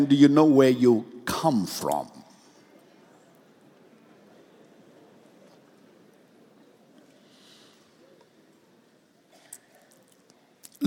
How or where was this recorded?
large echoing room